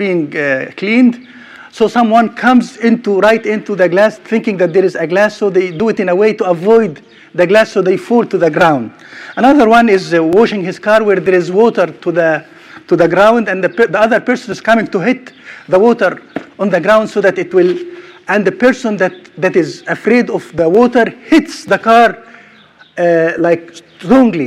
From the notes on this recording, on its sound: Sermon recorded at Middle East University